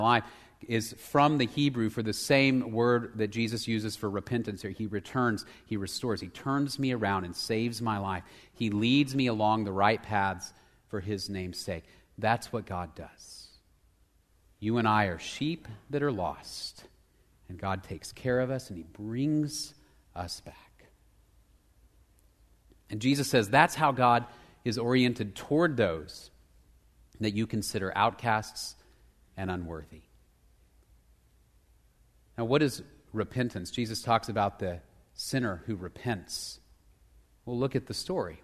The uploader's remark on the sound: Location: Grace Bible Church Southwood